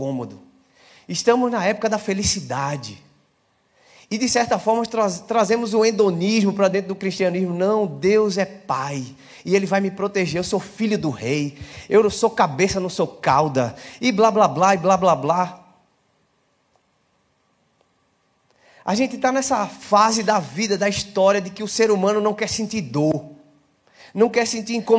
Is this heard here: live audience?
yes